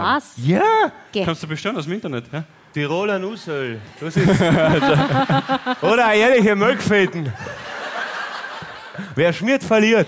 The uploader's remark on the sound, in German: LIVE - Klagenfurt